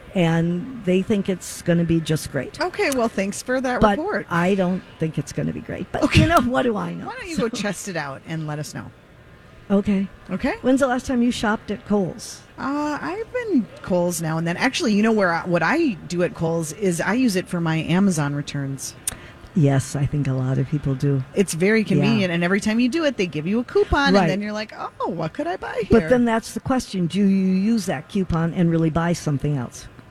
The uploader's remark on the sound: Live at the Rosedale Mall! Broadcast live from the Rosedale Center in Roseville!